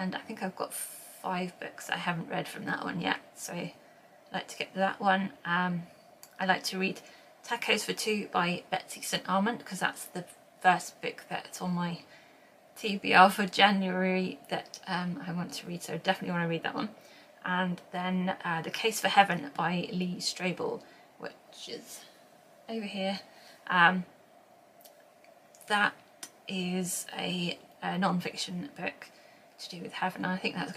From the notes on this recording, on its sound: Apologies if you can hear any background noise. I’m still learning how to use the camera!